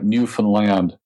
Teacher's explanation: You don't completely de-stress the final syllable.